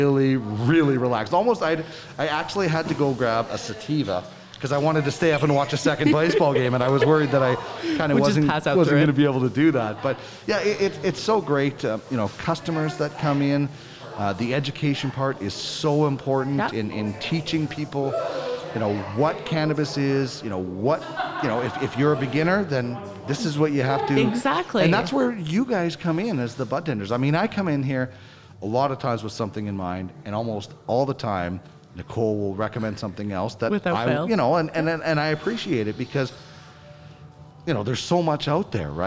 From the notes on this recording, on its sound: ArgyllPlaza. At Spiritleaf Argyll in Edmonton as the Spiritleaf Bus Tour is one and we’re on location.